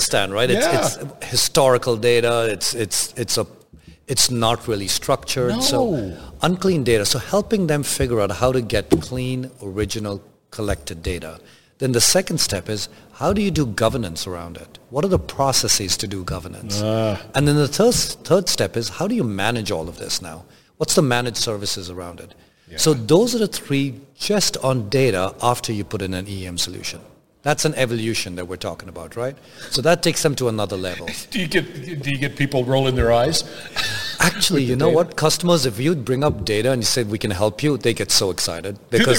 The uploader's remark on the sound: Industrial Talk is onsite at Hexagon LIVE.